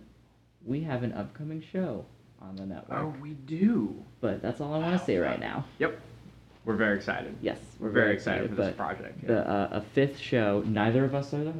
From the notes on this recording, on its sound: here’s a bad recording from a hotel